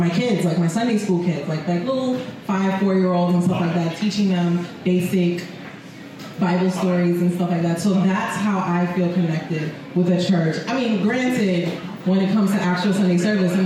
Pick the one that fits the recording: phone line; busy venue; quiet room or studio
busy venue